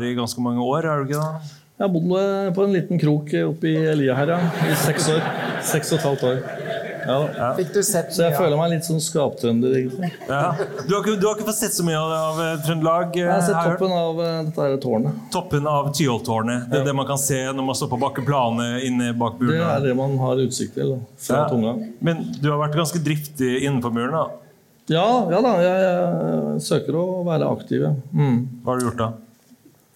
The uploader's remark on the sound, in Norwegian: Live fra Trondheim